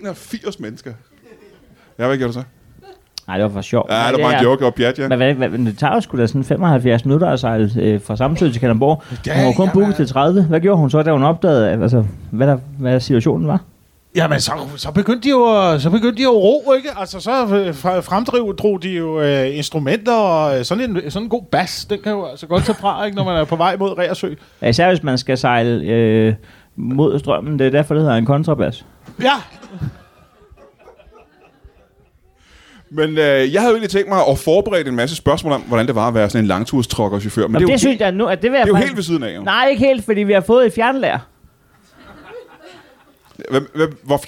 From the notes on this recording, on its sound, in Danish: Optaget live på Citizen i hjertet af København foran et spillevende publikum.